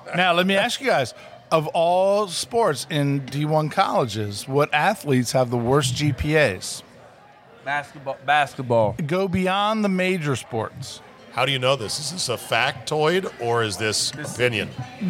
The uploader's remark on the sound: Recorded LIVE at DC Prime Steaks and Seafood in Ashburn, VA.